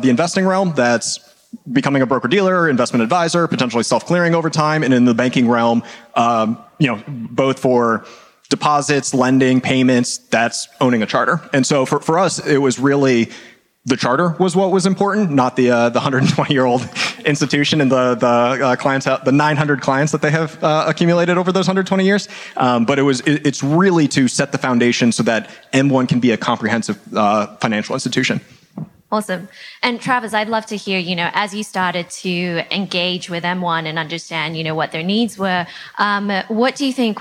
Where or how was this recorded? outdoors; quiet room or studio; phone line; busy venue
busy venue